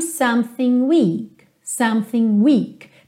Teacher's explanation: Percebe que o K não aparece muito, você não ouve weak, weak, weak.